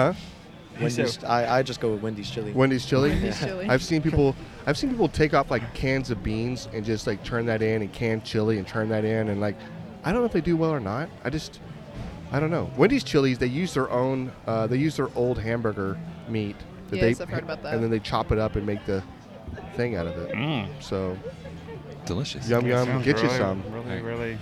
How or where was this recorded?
busy venue